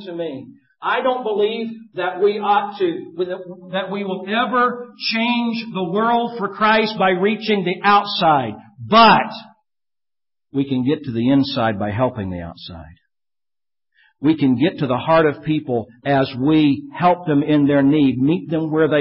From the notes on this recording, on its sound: Preached at Maranatha Bible Church on September 29, 2013